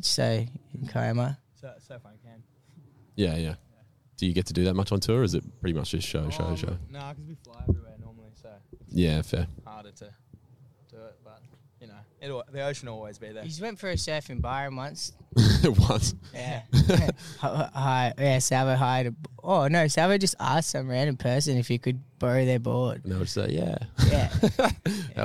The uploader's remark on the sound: Live From The Backyard to have a chat and play a few of their originals